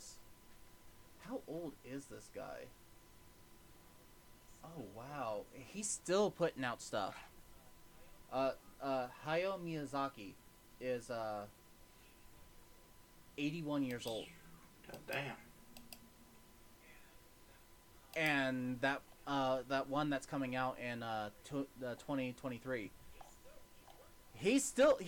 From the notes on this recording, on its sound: There was a bit of a audio issue sorry.